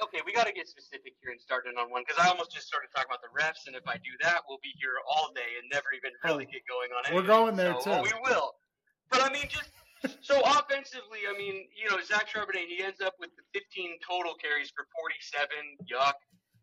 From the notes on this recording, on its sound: Dealing with rough audio as we are recording away from the studio.